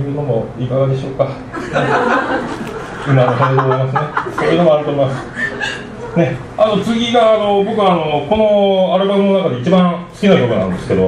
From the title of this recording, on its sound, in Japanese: ライブハウスＣＢ14周年 ﾂｰﾏﾝﾗｲﾌﾞ